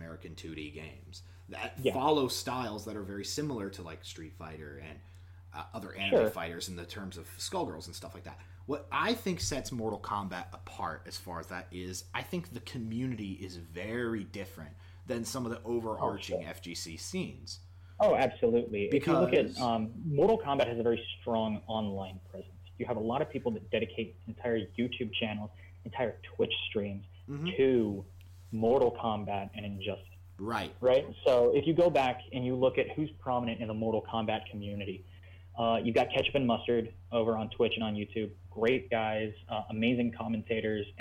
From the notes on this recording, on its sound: Disclaimer: This podcast was recorded in the midst of the COVID-19 pandemic, audio issues may be prevalent throughout.